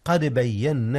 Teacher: نعم، قلقلة الدال في قد بينا